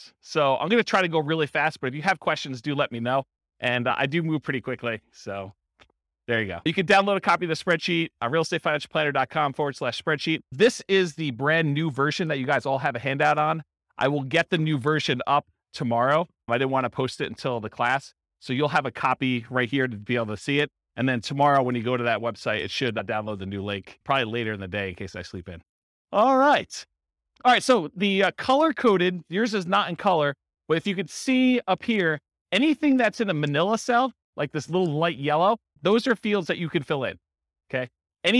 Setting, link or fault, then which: setting, live audience